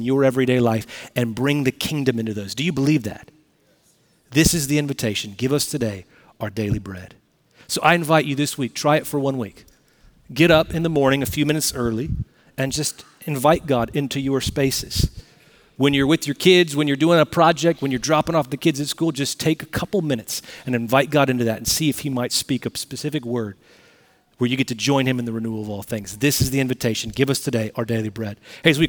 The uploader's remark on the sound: Recorded Live at Brookwood Church on 11.05.2023